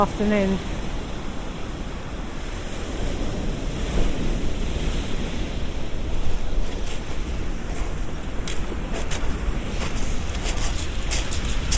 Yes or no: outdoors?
yes